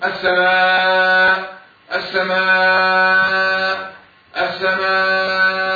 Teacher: في المد المتصل العرض أربعة خمسة ستة